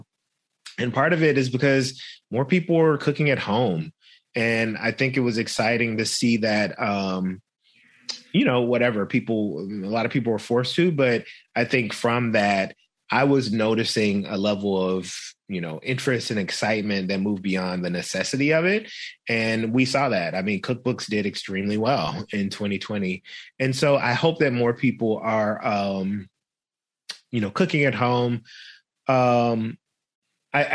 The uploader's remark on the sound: This program was recorded via video conference on October 20th, 2021 by the Commonwealth Club of California.